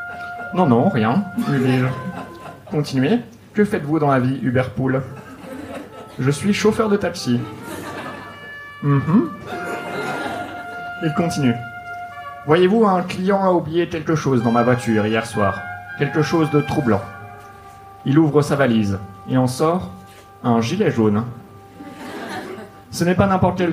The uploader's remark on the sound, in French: Enregistré en live et en public au One More Joke le 22/11/2018